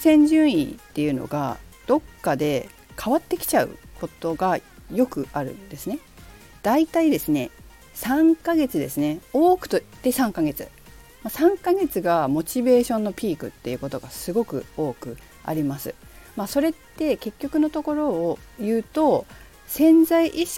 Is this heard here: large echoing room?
no